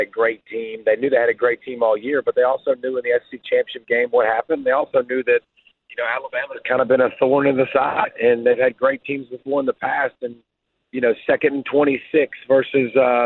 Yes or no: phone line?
yes